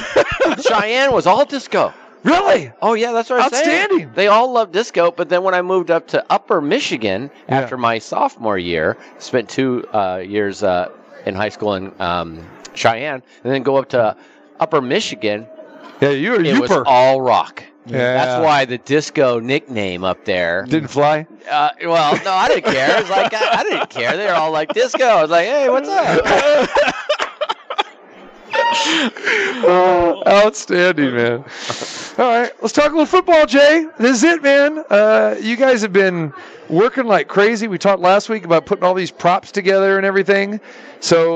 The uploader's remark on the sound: Live from the Superbook - Super Bowl Festivities.